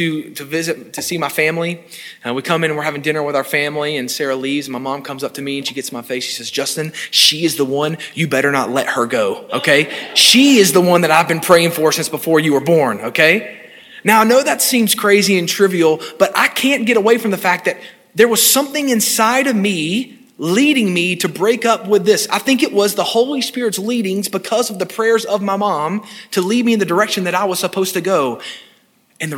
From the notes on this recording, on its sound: This sermon was delivered on February 6, 2022 at First Baptist Church Hendersonville, NC.